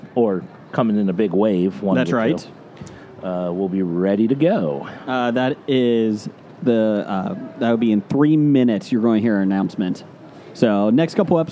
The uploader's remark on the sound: recording from their swanky booth on day one of the Cincinnati Comic Expo!